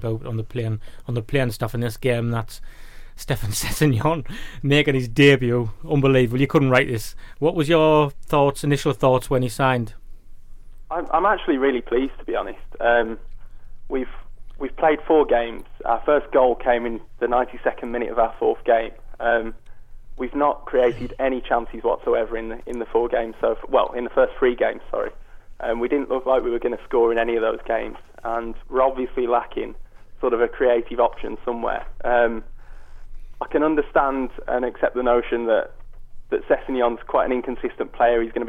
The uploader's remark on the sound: Joined us in the studio. Gave us a view on the phone.